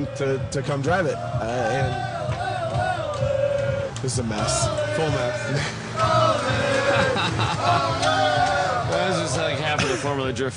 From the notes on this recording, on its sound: We're at Road Atlanta for the 3rd annual Gridlife South Festival.